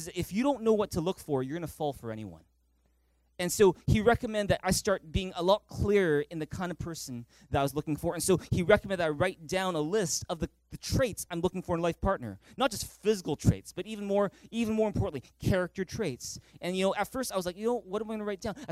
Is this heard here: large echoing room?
yes